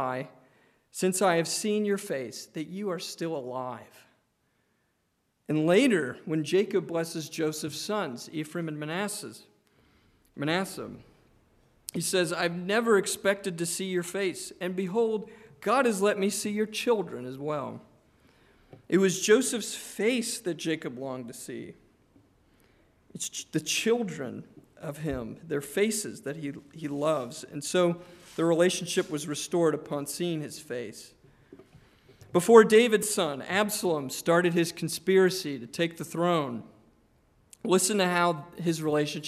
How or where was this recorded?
large echoing room